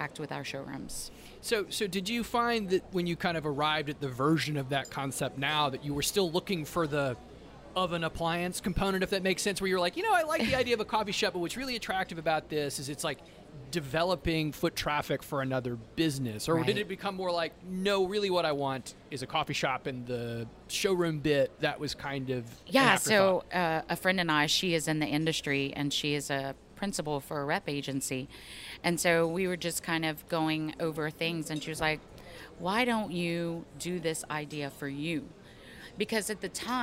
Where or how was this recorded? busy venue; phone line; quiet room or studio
busy venue